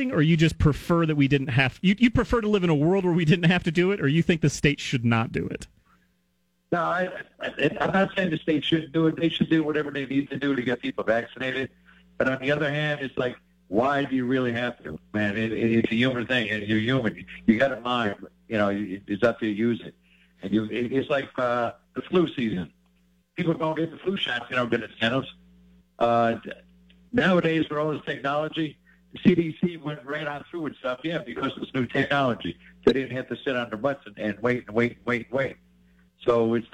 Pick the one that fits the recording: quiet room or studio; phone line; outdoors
phone line